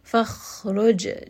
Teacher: jim has qalqala. Give it a little bit of that bounce.